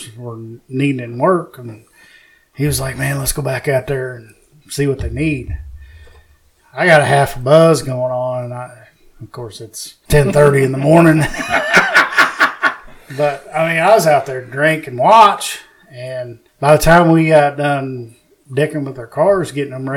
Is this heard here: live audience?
no